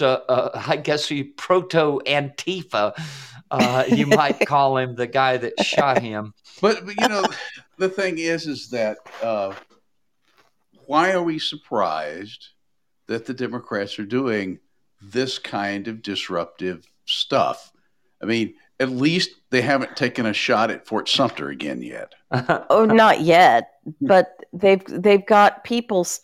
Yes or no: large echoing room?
no